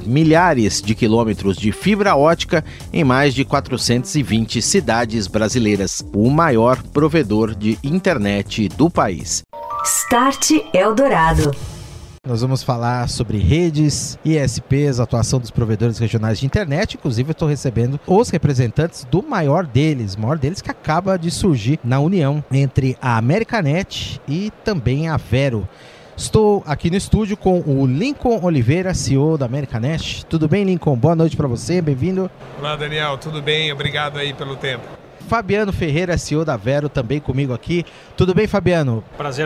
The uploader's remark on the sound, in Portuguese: Em entrevista gravada no Futurecom.